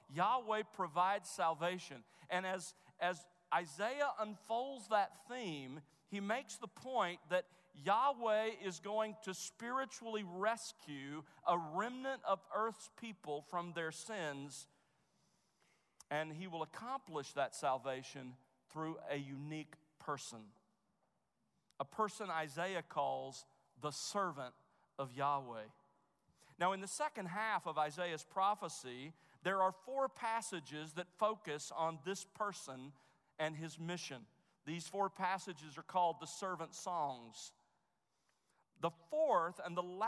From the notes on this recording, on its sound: Chapel at The Master's University.